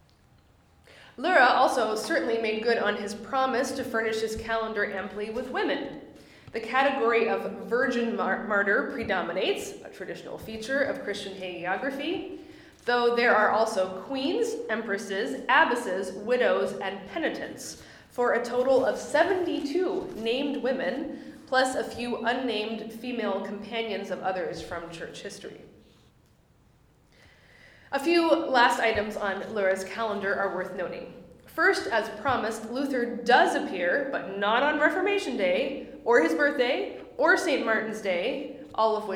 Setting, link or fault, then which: setting, live audience